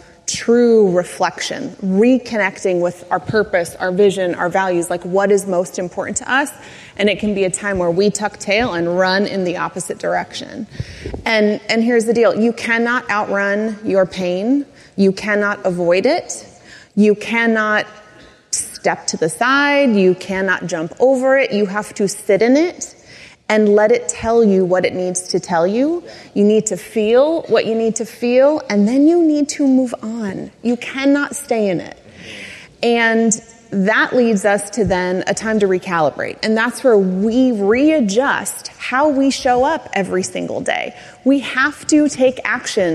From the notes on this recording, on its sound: The second part of a live recording from The Peak Experience.